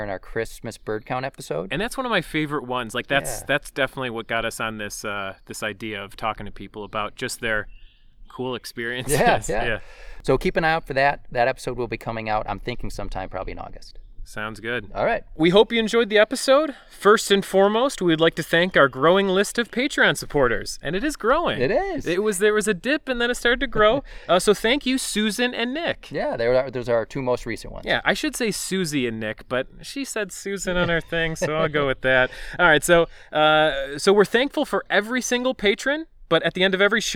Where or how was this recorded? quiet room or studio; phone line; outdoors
outdoors